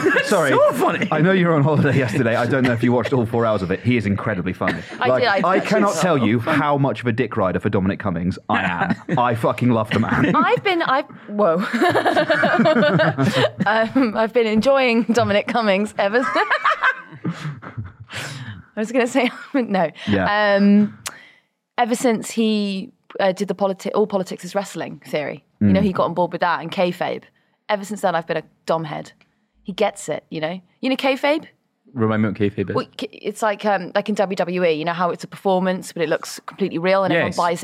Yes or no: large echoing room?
no